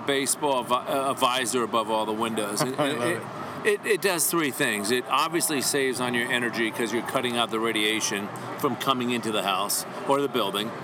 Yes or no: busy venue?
yes